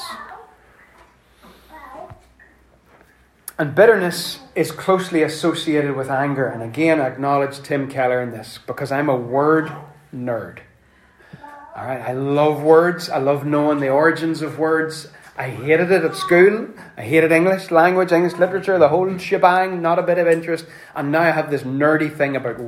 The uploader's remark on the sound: Apologies for the background wind noises provided by our youngest.